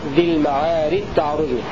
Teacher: قول الناظم رحمه الله تعالى وفي ذي المعارج تعرج الجيم مدغم أي أن السوسي أدغم الجيم في حرفين الأول في التاء في قوله تعالى ذي المعارج تعرج فينطقها هكذا ذي المعارج تعرج بإدغام الجيم في التاء إدغاما كاملا